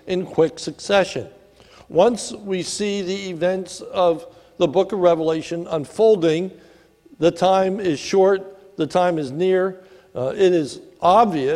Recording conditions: large echoing room